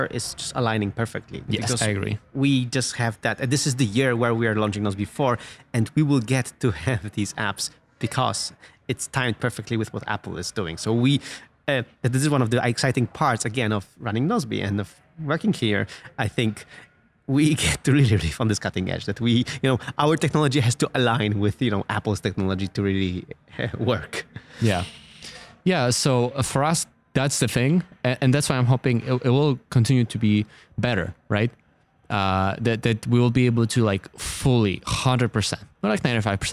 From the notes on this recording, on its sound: Live from Apple's Worldwide Developers Conference in San Jose, California